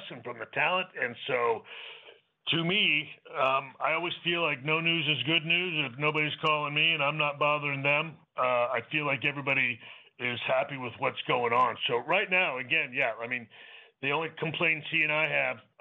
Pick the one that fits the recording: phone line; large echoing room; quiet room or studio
phone line